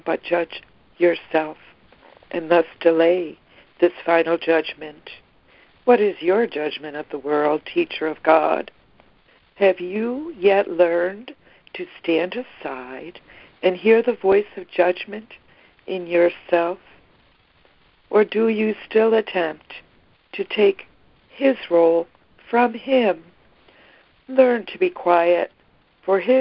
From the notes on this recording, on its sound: ACIM Daily Conference Call